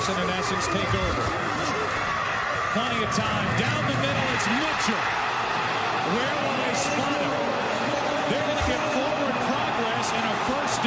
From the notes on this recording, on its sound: live from The Mecca in the Deer District